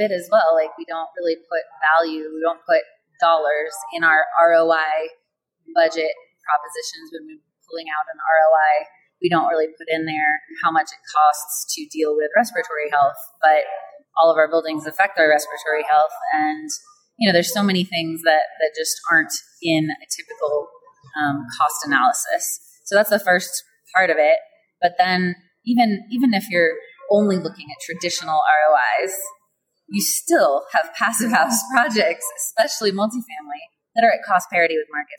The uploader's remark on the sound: recorded at the Passive House Network Conference